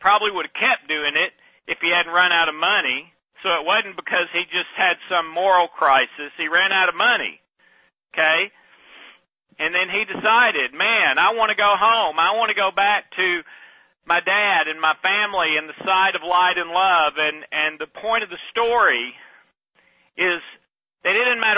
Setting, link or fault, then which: link, phone line